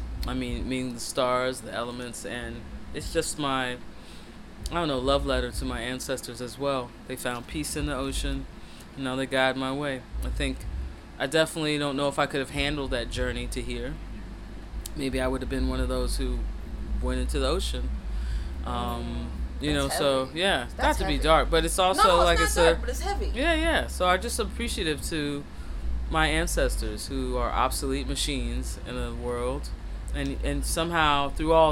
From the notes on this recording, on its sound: Backstage at the Blue Note Jazz Festival Napa 2023